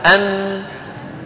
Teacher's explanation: جزء النون اللساني شديد. شو يعني شديد؟ يعني مقفول تماما، ما في مجال ليمر منه الصوت، بينما جزءها الخيشومي مفتوح، في مجال الصوت يمشي.